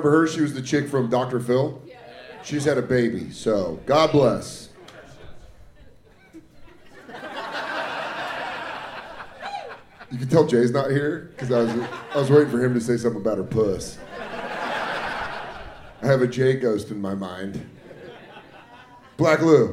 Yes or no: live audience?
yes